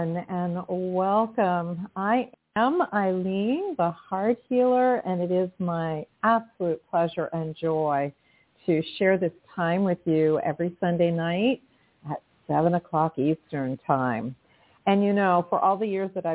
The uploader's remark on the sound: in response to callers' questions